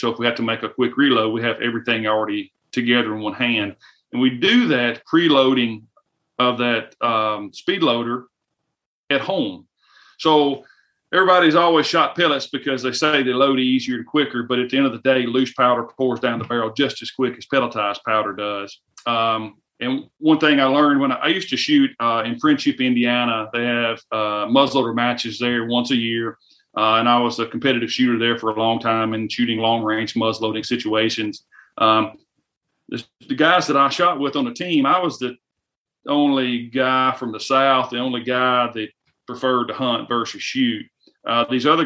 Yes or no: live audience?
no